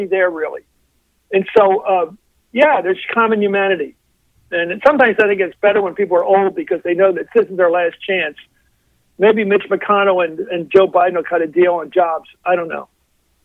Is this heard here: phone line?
yes